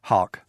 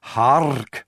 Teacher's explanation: The H gives it a beginning, the aspiration, but the RK, the R would have been more rolled in Elizabethan England than we do today · Shown in: second take